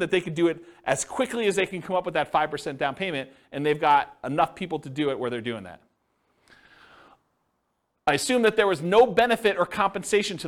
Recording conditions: live audience